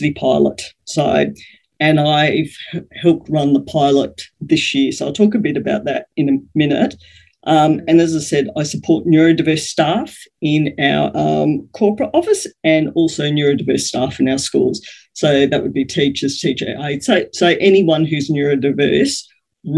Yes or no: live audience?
no